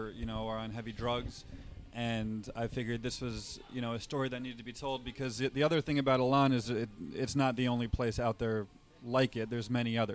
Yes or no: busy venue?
yes